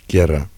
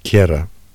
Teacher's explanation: Palatal and velar plosives. Initially before front unrounded vowels